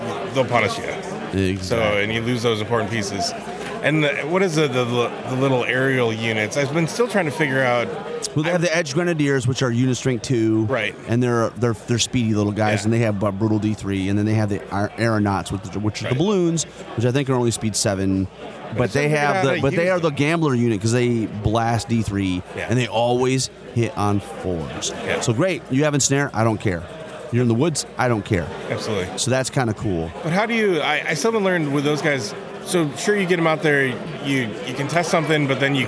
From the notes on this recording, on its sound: Continues our on-site Adepticon coverage with recordings from Friday March 24, 2023. Today we bring you more fantastic player interviews.